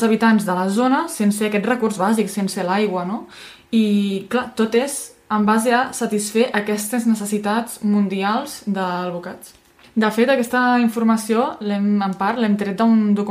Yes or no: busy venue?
no